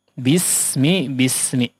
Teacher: Cara menipiskan huruf sin biar tajam ya, biar tipis dan biar tajam. Jangan ditebalkan ya. Jangan ditebalkan dan jangan ditumpulkan.